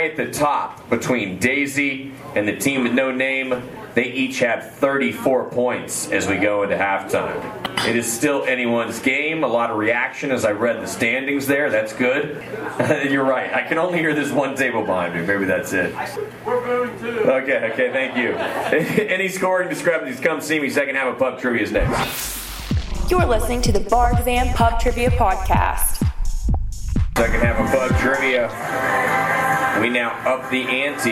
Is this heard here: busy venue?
yes